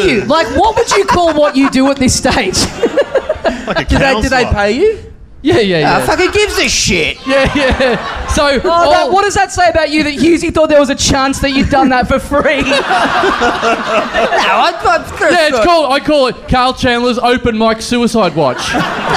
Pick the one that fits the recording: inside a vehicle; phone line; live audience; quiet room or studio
live audience